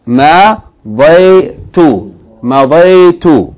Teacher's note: This is a short vowel and a diphthong. Fatha followed by ya with sukun. That's a diphthong. Combination of two different vowel sounds.